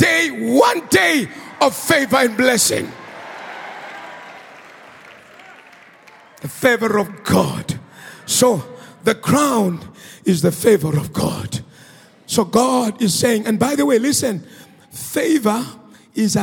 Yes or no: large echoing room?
yes